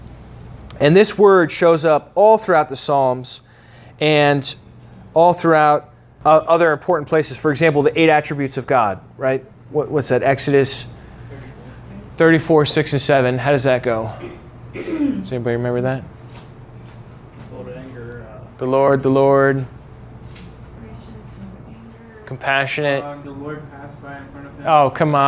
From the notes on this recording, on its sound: originally taught at the Atlanta Bible College